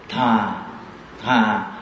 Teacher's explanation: chữ tha là do cái lưỡi đưa lên răng, âm đó gọi là âm răng